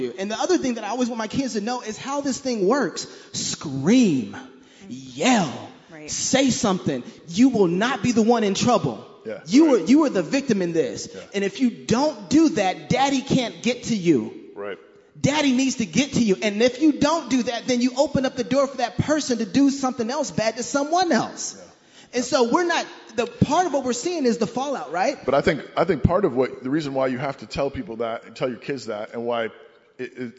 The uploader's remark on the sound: CrossPolitic and Sheologians Live at ReformCon